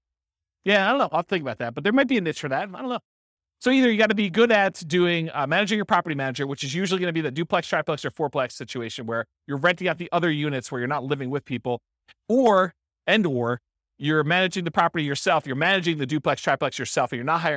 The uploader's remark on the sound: This was a live class recorded.